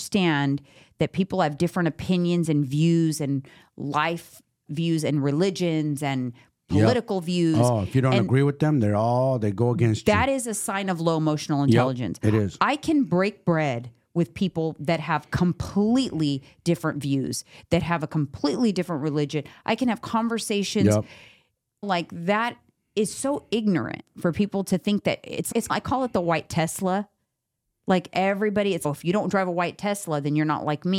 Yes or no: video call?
no